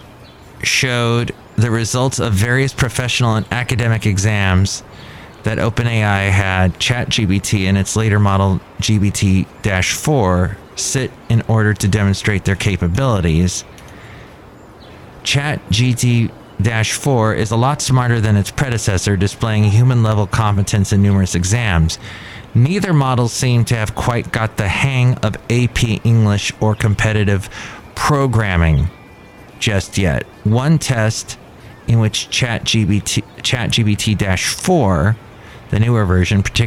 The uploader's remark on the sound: podcasts live from Cafe Anyway